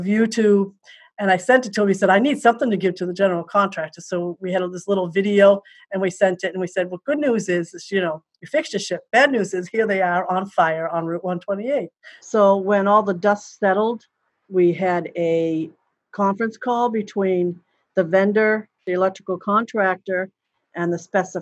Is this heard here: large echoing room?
no